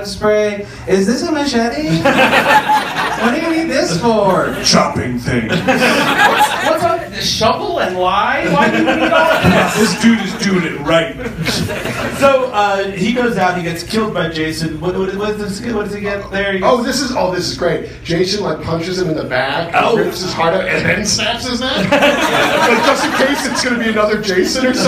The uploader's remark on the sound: Live from Atlanta! Recorded at the Punchline in April of 2017.